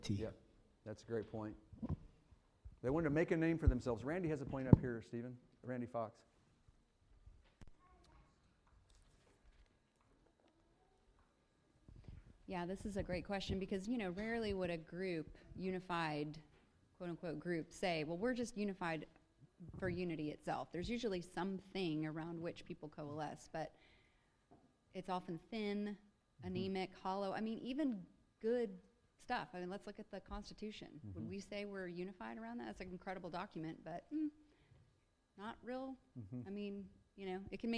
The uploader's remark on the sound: Fuquay-Varina church of Christ sermon audio